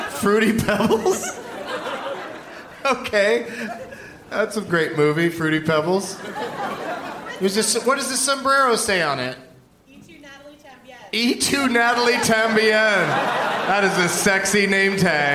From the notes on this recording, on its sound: Live from the Gramercy Theatre in New York